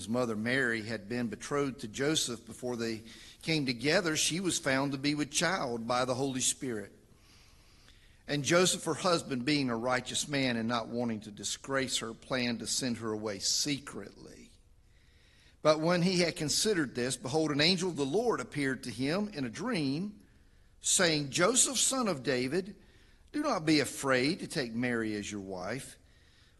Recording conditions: large echoing room